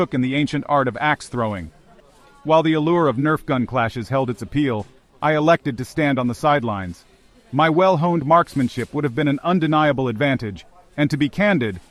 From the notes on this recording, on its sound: A roundtable discussion of the BitBlockBoom 2023 conference direct from IHOP in Pflugerville, TX.